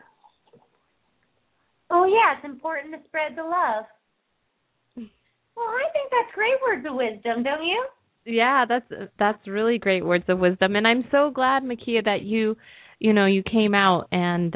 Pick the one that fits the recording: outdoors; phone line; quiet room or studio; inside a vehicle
phone line